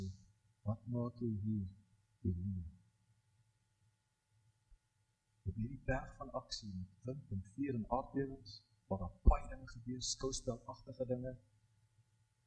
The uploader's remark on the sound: Preek opname tydens erediens in Loughton